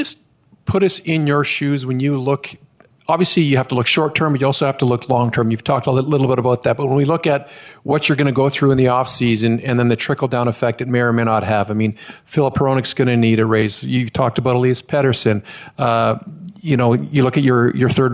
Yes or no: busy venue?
yes